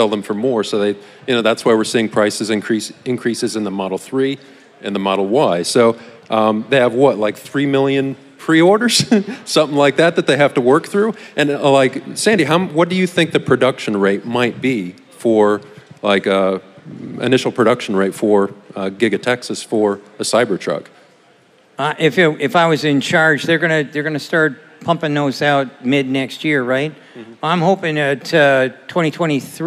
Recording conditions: busy venue